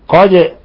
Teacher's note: قد قلقلنا الدال لأنها من حروف قطب جد